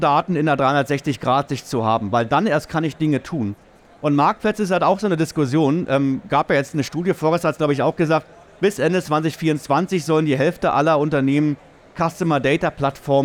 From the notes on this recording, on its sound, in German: OMR 2023. Live vom SAP Stand in Halle 4.